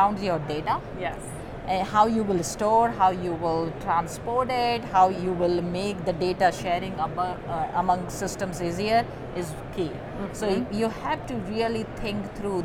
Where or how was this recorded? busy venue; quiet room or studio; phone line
busy venue